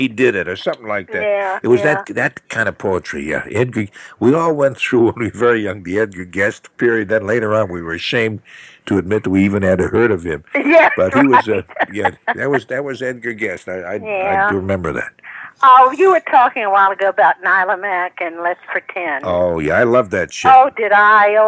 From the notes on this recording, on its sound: on the phone from MC